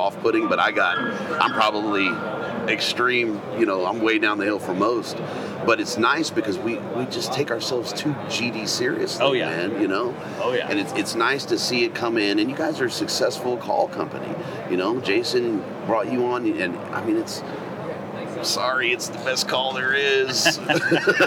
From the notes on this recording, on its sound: Hunt Expo Live From the Initial Ascent Mountain Dude Table. It was so good to be back at the Western Hunting and Conservation Expo in Salt Lake, recording live eps. From the Initial Ascent booth!